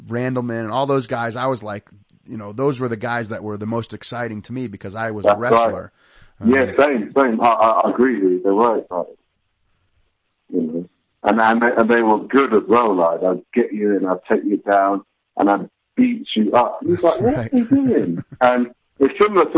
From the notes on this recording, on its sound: their first phone in interview